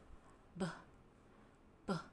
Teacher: Kalau yang voice itu kita pakai vocal cords kita buat pronounce it. Jadi kalau misalnya kalian pegang leher kalian pas pronounce beh, itu ada getarannya.